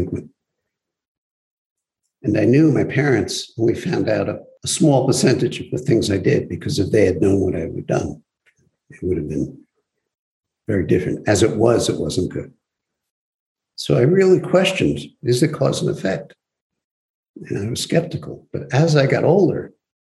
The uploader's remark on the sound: Zoom Broadcast